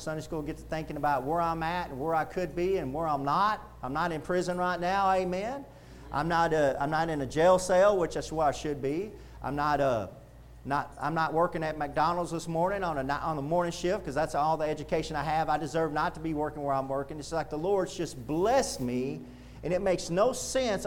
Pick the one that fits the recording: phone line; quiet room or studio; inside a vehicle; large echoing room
large echoing room